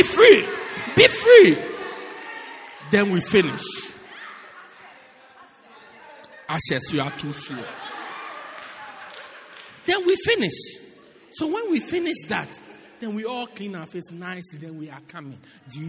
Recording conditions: large echoing room